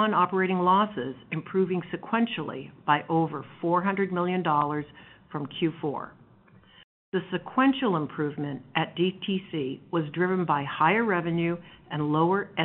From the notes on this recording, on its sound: Q1 FY2023 Earnings Conference Call.